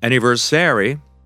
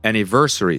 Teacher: So the stress falls on the third syllable. · Shown in: second take